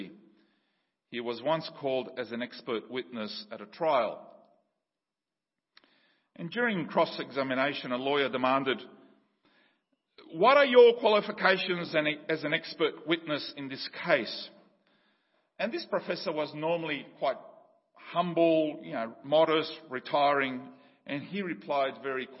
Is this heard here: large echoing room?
yes